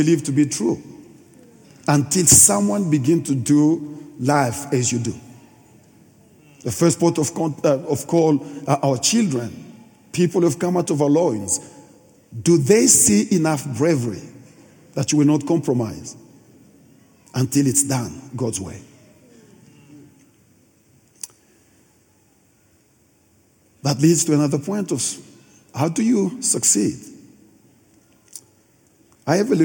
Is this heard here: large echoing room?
yes